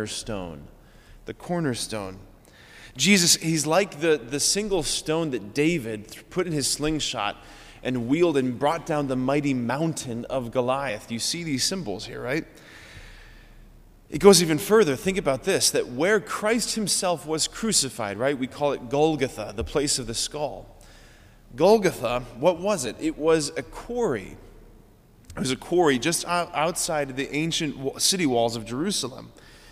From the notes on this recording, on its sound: School Mass. Preached this homily on November 30, 2023 at Sacred Heart of Jesus Catholic Church in Wadsworth, OH.